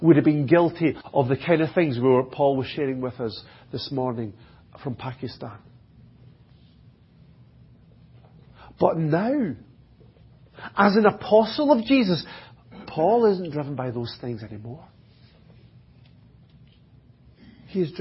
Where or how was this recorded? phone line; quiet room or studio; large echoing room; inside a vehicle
large echoing room